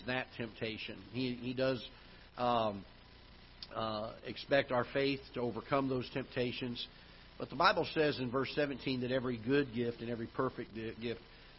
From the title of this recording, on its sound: Ketha Heights Baptist Church ~ Live Broadcast